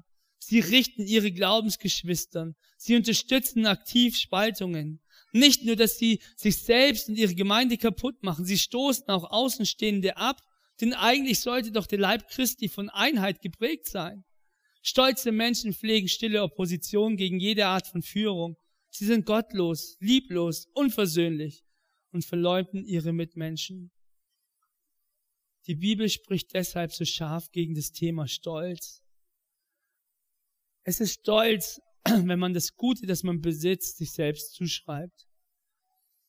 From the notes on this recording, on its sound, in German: In der Life Church Ansbach.